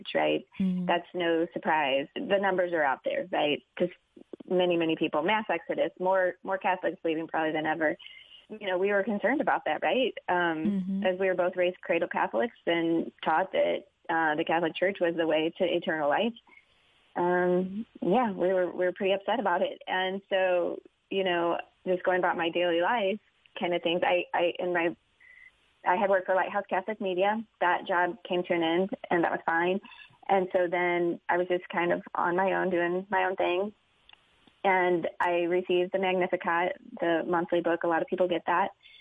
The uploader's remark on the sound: Met by phone.